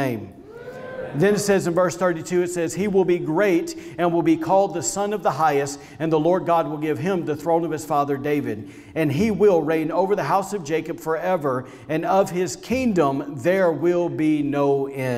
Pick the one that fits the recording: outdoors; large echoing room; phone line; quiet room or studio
large echoing room